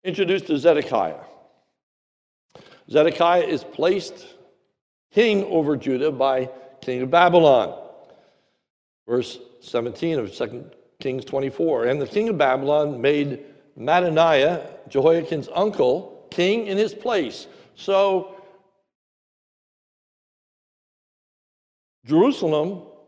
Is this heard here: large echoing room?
yes